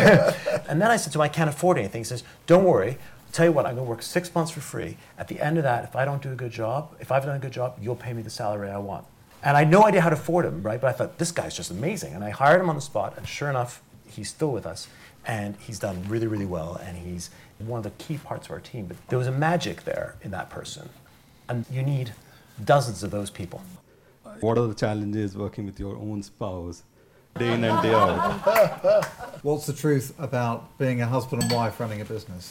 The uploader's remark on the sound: Live panel debate. In front of an invited audience at the Financial Times in London.